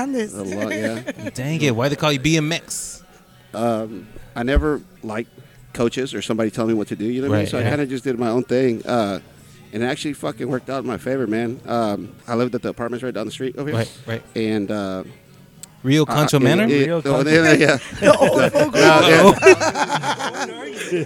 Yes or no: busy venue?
yes